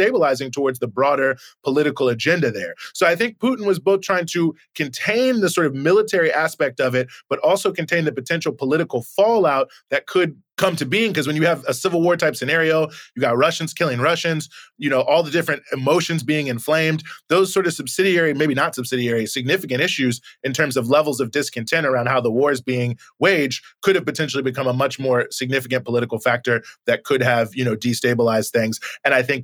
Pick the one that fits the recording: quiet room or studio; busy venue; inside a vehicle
quiet room or studio